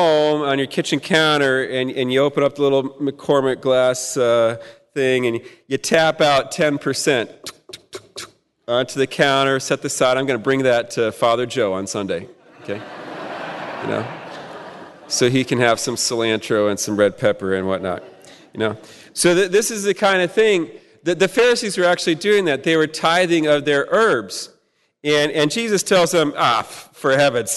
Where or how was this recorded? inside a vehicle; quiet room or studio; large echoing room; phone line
large echoing room